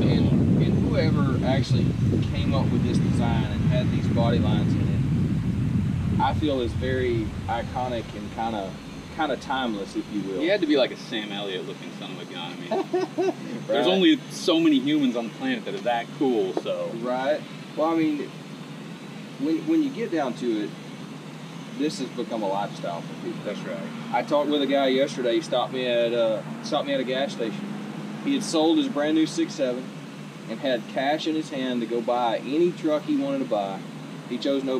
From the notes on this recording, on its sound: CP Addict goes on location at Lead Foot Diesel Performance